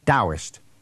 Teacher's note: It is actually written Taoist, T as in Tommy, A-O-I-S-T. So it's written Taoist and pronounced with a D, Taoist.